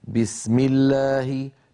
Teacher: فالباء الفصيحة العربية الصحيحة مجهورة شديدة، لابد من بيان انحباس كلا الأمرين الصوت والنفس عند نطقها · بي بي شديدة مجهورة، هي حرف قوي، الباء قوية جدا لأن فيها شدة، فيها انحباس الصوت والنفس.